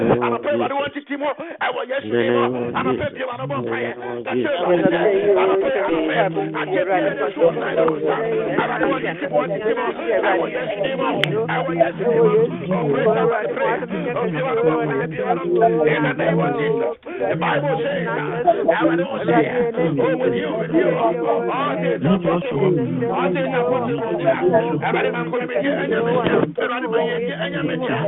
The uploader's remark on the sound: Conference Call